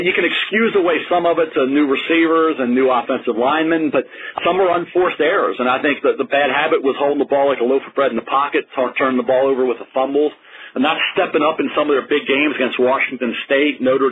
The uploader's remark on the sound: NFL Draft Conference Call